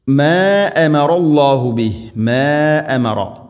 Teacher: മദ്ദിൻ്റെ അക്ഷരമായ അലിഫിന് ശേഷം ഹംസ അടുത്ത പദത്തിലാണ്. ഇവിടെ നാലോ അഞ്ചോ ഹർക്കത്തിൻ്റെ ഖദറിൽ നീട്ടാവുന്ന മദ്ദാണത്. · Term: മദ് മുൻഫസ്ല